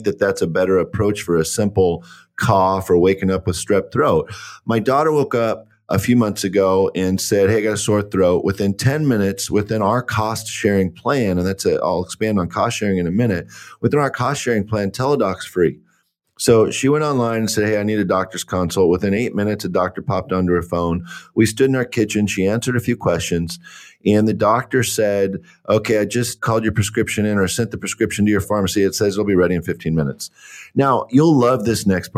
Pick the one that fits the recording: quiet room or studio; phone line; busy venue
quiet room or studio